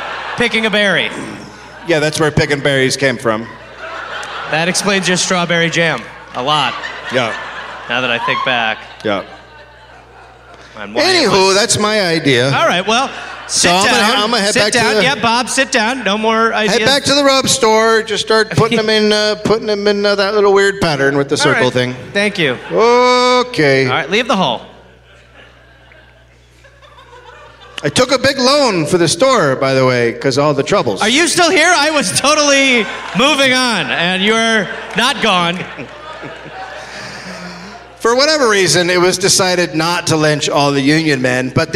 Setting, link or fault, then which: setting, live audience